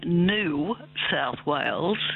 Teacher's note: Yes, it's a process known as yod dropping. So there's a y sound, as you pointed out, in the word new, the way we pronounce it, and that's been dropping out. That's the yod is the y.